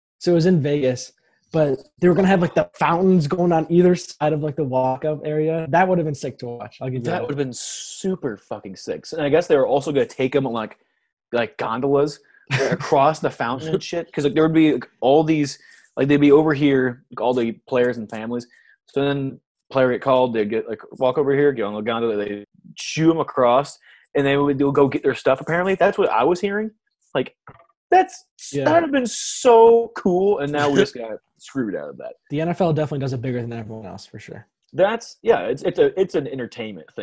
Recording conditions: video call